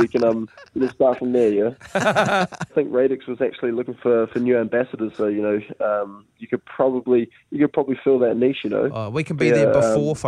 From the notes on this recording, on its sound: on the phone